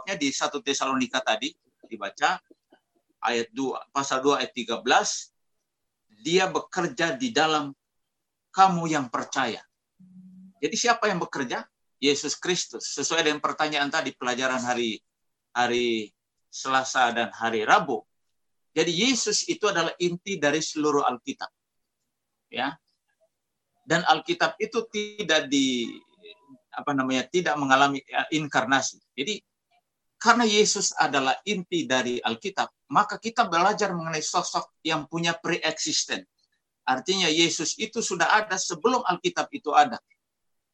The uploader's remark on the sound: Tumoutou Imperium SDA Church Zoom Webinar